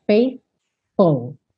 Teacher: Ir do th, que é a linguinha lá nos dentes da frente, pro F